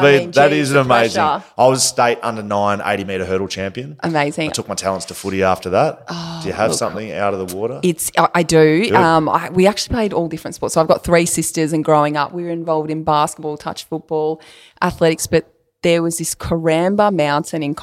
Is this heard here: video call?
no